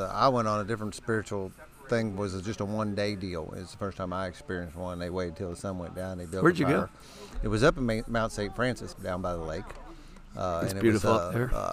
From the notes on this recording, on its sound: Live from the SPURT VI Retreat. This podcast contains 17 short interviews of the men who attended. On a beautiful May weekend in the forests of the Hoosier state.